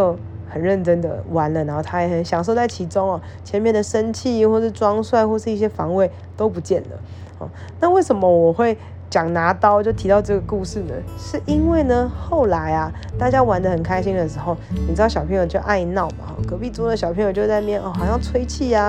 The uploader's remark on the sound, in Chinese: 就直接錄音起來（邊錄邊玩手機線結果都錄進去了，音質請見諒）。